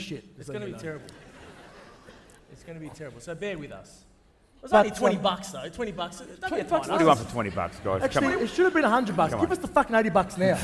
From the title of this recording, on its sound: Live From Crown Casino